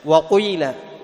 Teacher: يخلط الضمة بالكسرة إشمام